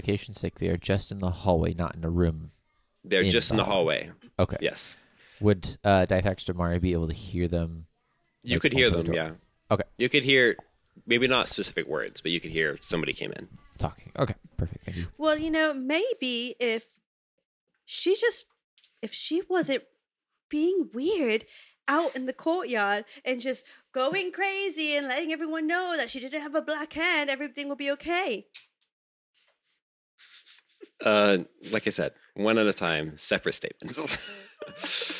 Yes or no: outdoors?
no